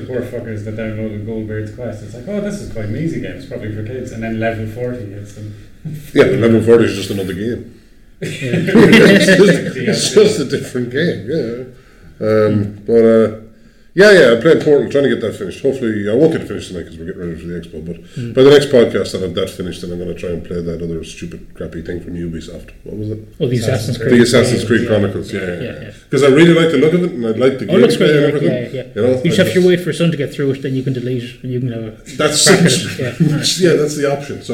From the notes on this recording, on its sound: This was recorded in a much bigger room this time due to preparations for The Galway Games Expo. As a result of this, the recording may contain a lot more reverb than usual.